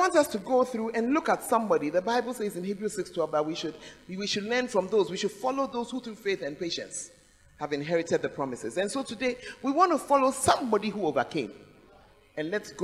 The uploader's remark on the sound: Preached At The Fountain Of Life Cathedral